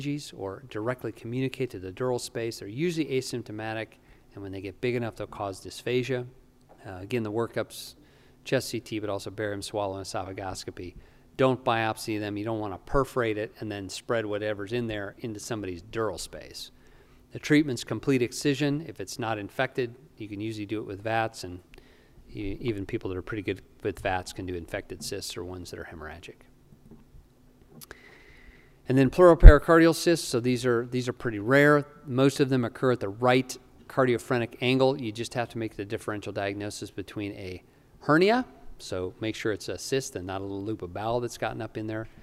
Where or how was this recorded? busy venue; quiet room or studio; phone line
busy venue